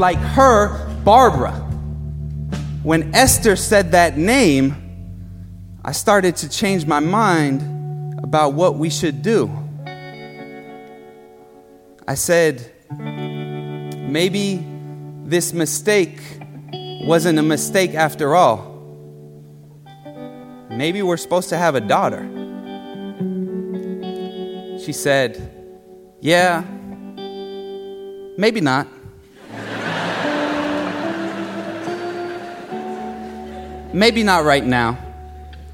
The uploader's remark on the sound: Live at BAM